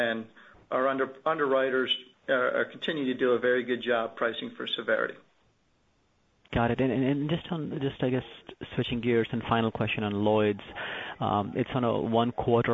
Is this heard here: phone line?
yes